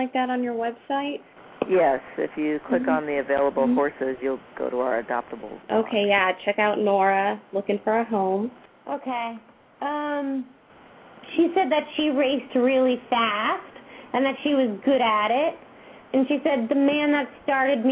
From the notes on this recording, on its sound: open up the lines for listeners to call